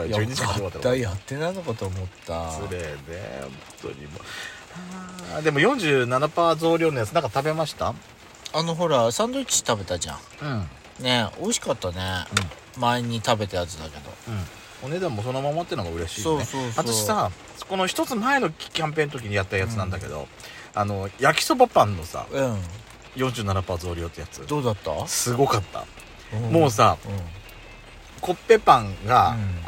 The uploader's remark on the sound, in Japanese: パーキング収録